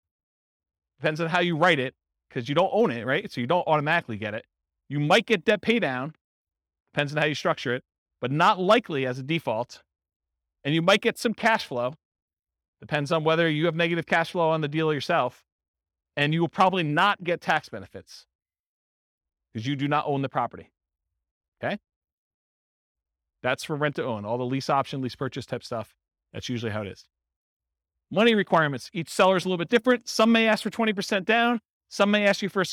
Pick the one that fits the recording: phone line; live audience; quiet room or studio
live audience